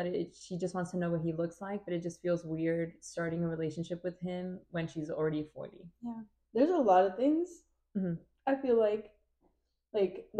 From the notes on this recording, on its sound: Beware of this one because there is a lot of stuttering and giggling. We are testing out our new mics so make sure to have your volume at a reasonable level.